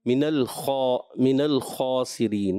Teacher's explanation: اب خا کو پر کرنا ہے، نون اور لام کو پر نہیں کرنا